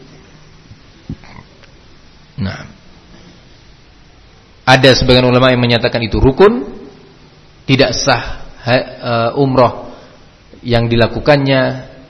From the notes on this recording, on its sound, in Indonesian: di Masjid Ma’had as-Salafy Jember